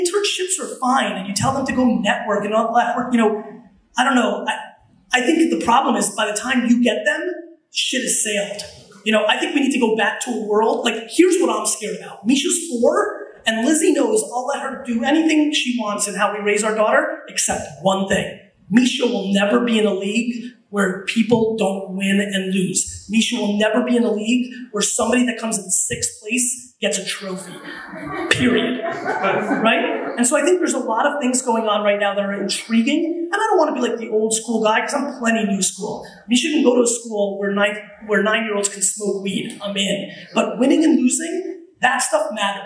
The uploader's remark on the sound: WeWork 2013 Keynote. A keynote that I gave at WeWork in 2013.